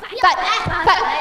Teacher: 它比去声还强烈，那么读的还要重。我们用了个词叫短促紧喉